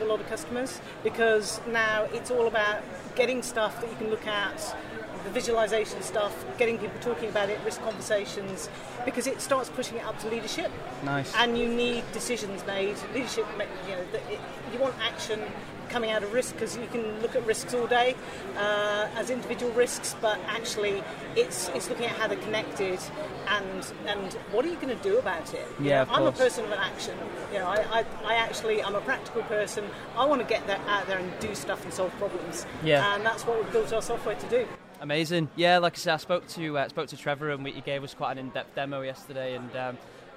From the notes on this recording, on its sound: live from the optimise stall at Project Controls Expo UK